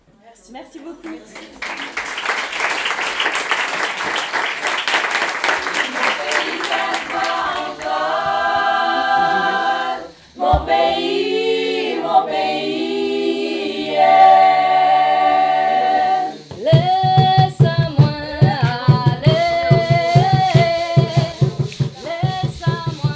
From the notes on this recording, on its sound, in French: Que nous avons eu la chance de recevoir à Viols le Fort dans le cadre du Festival CHAP. Une cinquantaine de personnes étaient au rendez-vous.